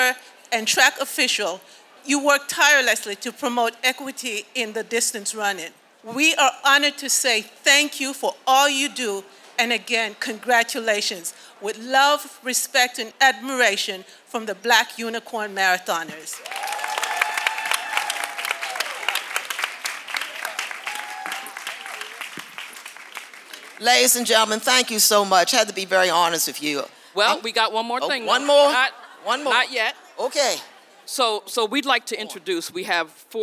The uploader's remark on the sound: Live Show from the Boston Marathon. To all who attended and supported the show.